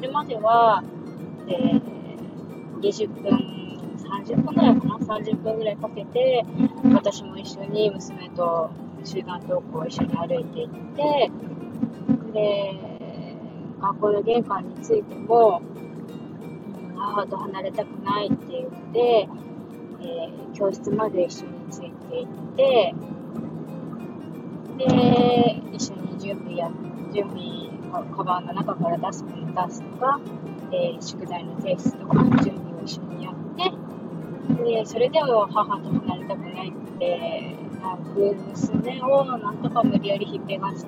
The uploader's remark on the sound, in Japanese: ワイヤレスイヤホンで録音しているのでノイズがはいっています